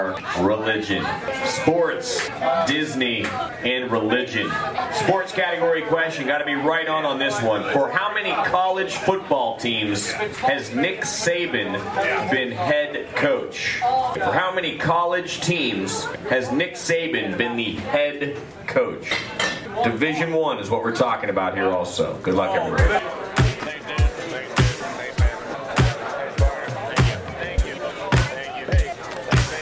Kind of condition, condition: setting, busy venue